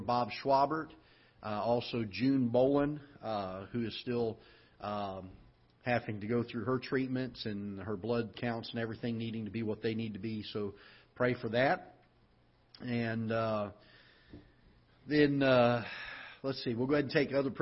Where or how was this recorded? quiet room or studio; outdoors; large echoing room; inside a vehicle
large echoing room